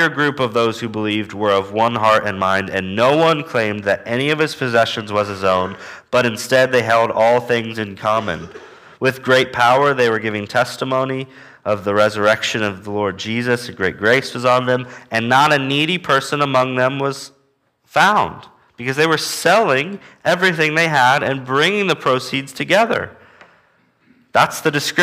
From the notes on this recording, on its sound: Walking through the book of Acts at Immanuel Baptist Church in Newton, KS.